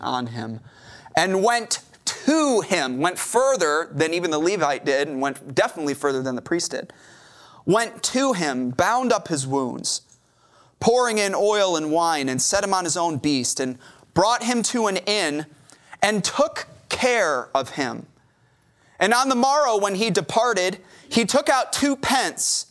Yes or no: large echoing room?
yes